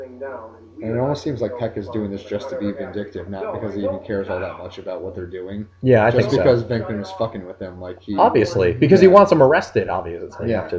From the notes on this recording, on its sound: Please note that, due to a technical issue with the recording equipment, the audio quality is lower than the website's average output.